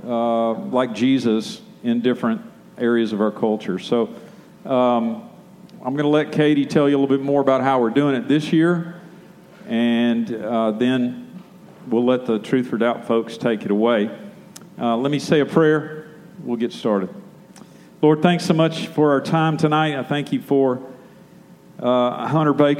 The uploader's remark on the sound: answers questions from the audience.